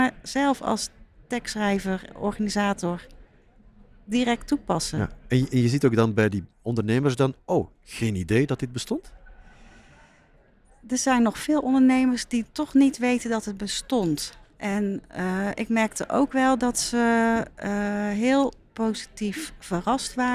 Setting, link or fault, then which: setting, busy venue